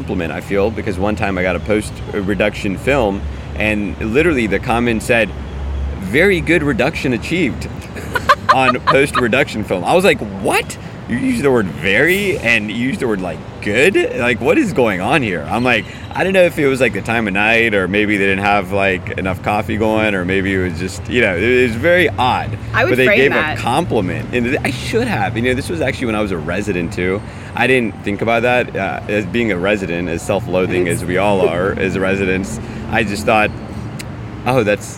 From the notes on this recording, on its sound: Live from SAEM'23! This is their recording from the conference.